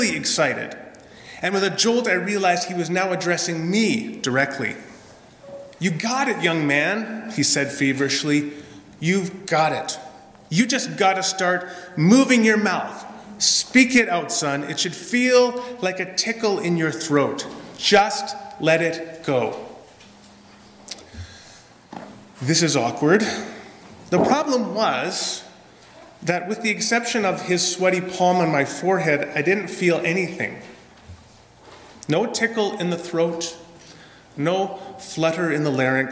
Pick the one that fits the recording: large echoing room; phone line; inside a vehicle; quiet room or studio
large echoing room